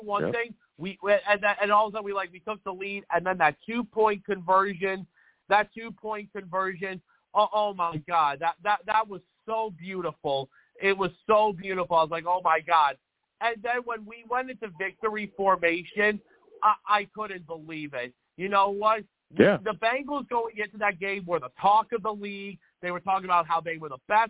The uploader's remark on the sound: I also take live callers as well!